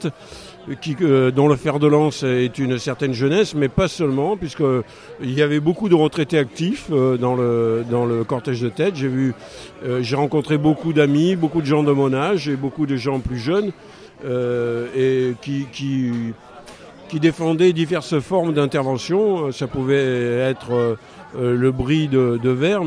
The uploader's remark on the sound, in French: Diffusée en direct le 15 septembre 2016 depuis la place de la République